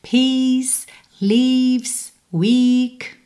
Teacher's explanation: Lembrando que assim como peace que você viu ali na linha de cima, temos esse E-A, mas o som é um I comprido